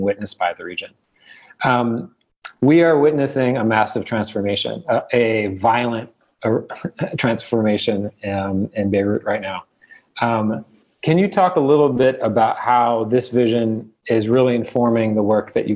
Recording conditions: video call